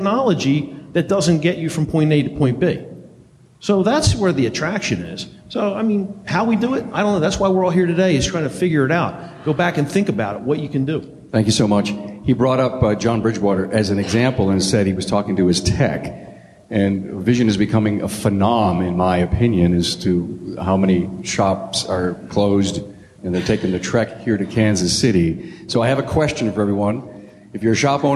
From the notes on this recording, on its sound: This power panel from Vision KC 2019